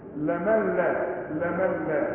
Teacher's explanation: ونون بعدها لا، دي بقى ما تنطقهاش خالص. العلماء بيسموها ادغام كائن بدون غنه.